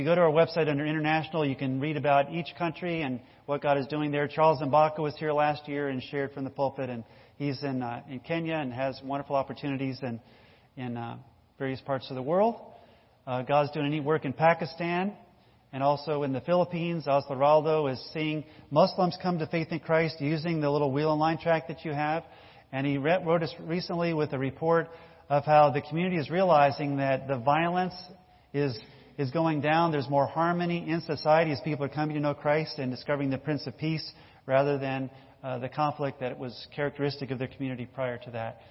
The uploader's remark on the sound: This is the audio recording of a church service